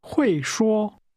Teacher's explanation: The tone in can speak first falls, then returns to a high level.